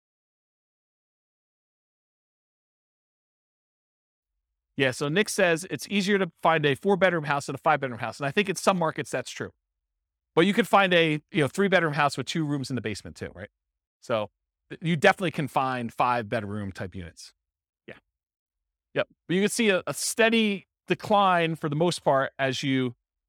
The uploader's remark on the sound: This was a live class recorded.